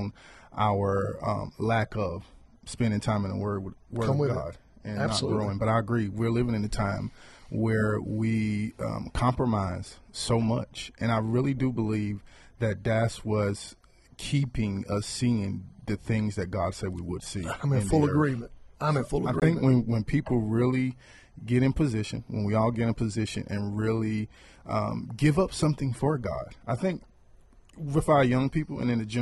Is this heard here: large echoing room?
no